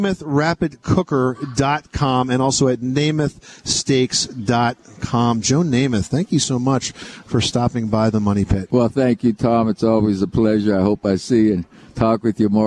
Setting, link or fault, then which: setting, busy venue